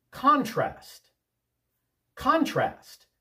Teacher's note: with the accent on the first syllable, that's a noun.